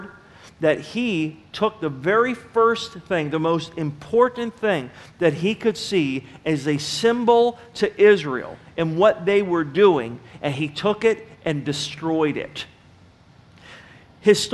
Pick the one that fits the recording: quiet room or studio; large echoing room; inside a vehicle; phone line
large echoing room